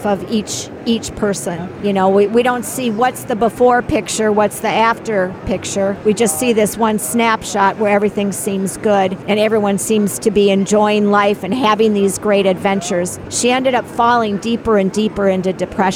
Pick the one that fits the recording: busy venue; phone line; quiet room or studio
busy venue